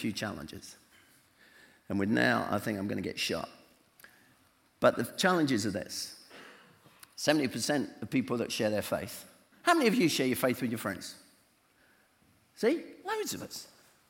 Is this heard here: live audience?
yes